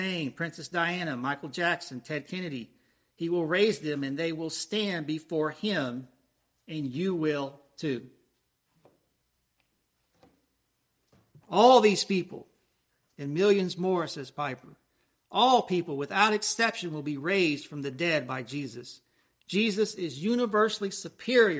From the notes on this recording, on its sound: Preached at Christ Presbyterian Church, Lakeland, FL